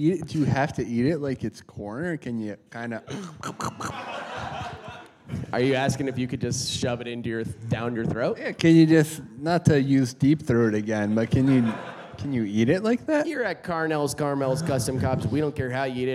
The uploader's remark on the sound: This live episode took place in New York City as part of the NYCPodfest. Maybe you should have bought a ticket and used your real ears to hear it live. For real though, I'm sorry, this is how they recorded it.